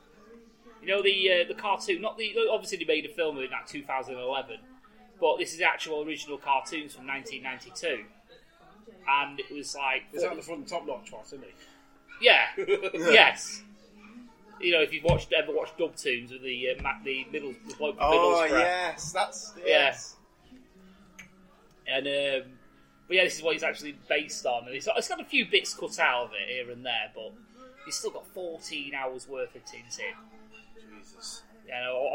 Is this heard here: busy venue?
yes